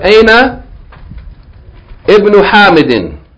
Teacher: But here, the ibn, since there's something before, we're not going to pronounce the kasra, but we're going to go straight from Aina right to the ba.